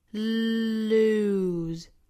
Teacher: 从舌侧音 l 过渡到长音 u